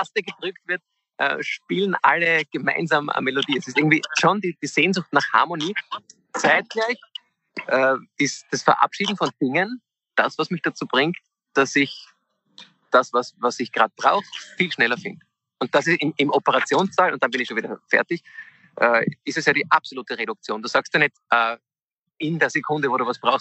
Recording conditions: video call